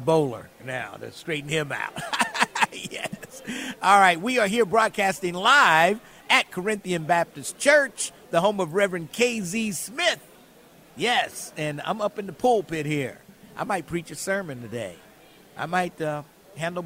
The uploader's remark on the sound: Live from the 513 Relief Bus!